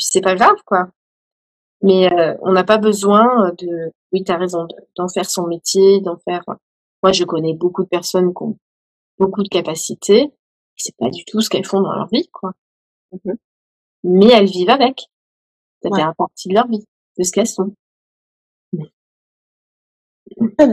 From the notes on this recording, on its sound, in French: une interview réalisée lors d’un live sur mon compte Instagram